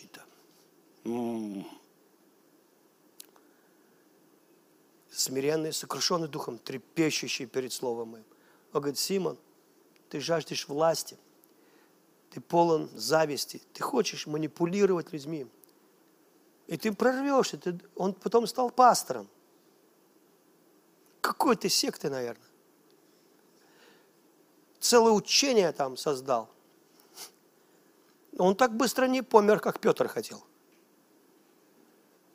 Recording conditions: large echoing room